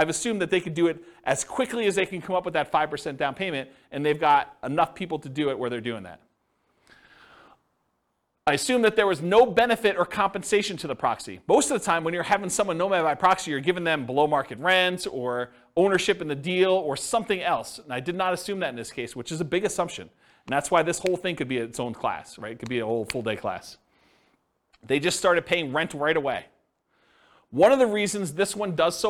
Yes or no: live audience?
yes